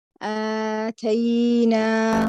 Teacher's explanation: والهمس يكون محدودا ونحافظ على جهرية الفتحة